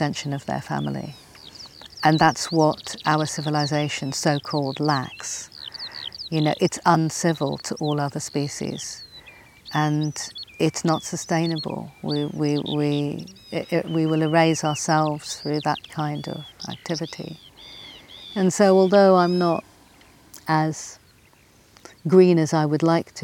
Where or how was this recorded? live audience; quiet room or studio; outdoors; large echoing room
outdoors